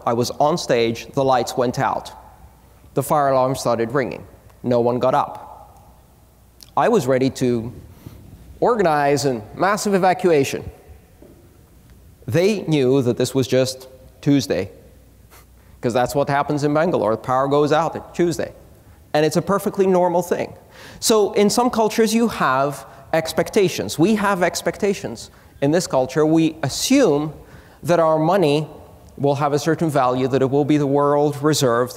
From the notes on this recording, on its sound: before a tiny audience at the Bitcoin 2013 conference